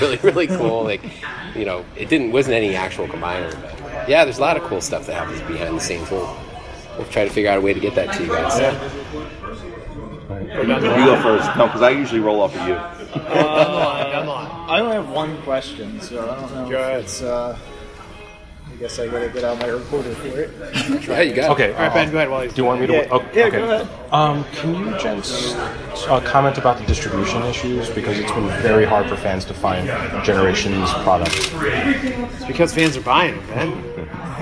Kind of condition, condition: setting, busy venue